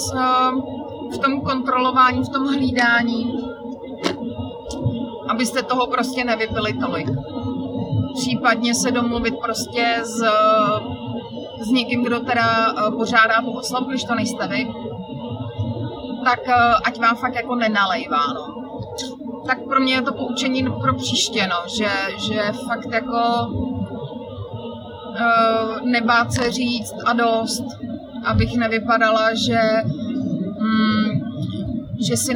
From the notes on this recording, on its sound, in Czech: Dnešní díl je natáčený v autě na mobilní telefon - takže kvalita zvuku není zrovna OK